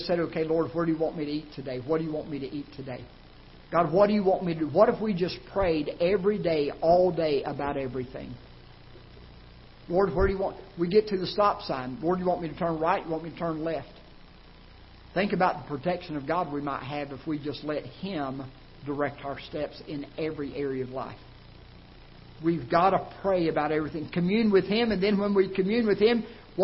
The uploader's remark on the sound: Ketha Heights Baptist Church ~ Live Broadcast